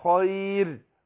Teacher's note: لو هتقف عليها أرقق الراء